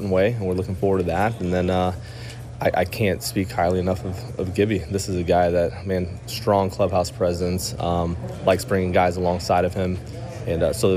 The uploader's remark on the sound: broadcasts live from Day 2 of the MLB Winter Meetings in Nashville